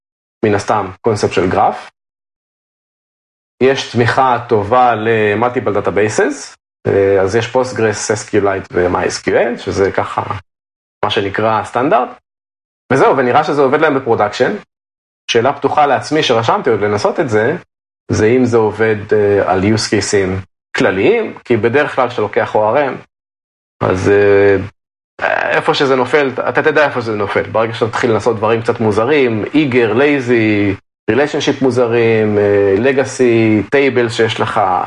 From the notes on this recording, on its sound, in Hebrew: באולפן הוירטואלי Across-the-Zoom. אנחנו פחות או יותר בעיצומו של הגל השני של הקורונה, כבר בסגר, וכמו שאמרנו - מקליטים מרחוק ב-Zoom.